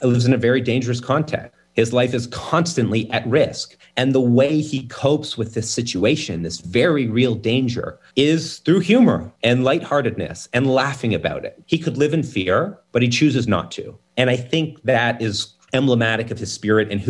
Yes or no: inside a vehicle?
no